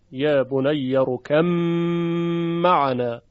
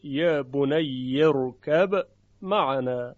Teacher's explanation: اون چی که مشهور ادغامه و بسیاری از قرآن هم ادغام کردن، یا بنی رکم معنا، یعنی حرف با در تلفظ شنیده نمیشه و میم مشدد میشه و ادغام صورت میگیره · Shown in: first take